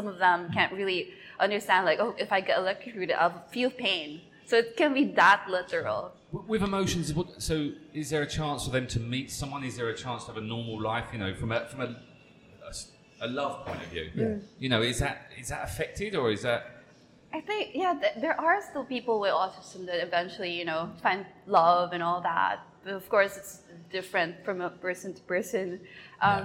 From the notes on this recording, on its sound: Recorded at Sync coffee in Kamala